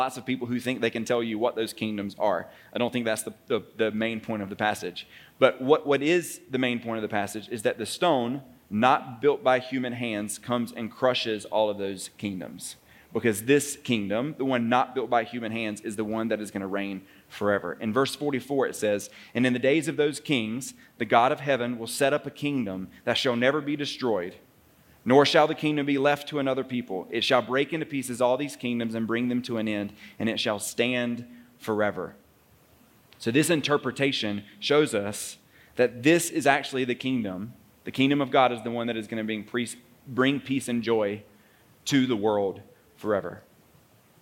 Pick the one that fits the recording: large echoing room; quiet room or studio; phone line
large echoing room